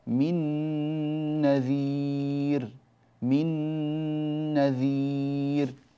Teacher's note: من نذير نون ساكنة أدغمناها في النون التي بعدها إدغام بغنة